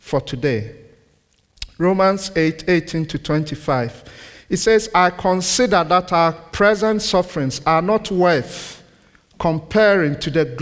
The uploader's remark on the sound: This sermon was recorded on Sunday 5th November 2023 at our Great Denham venue.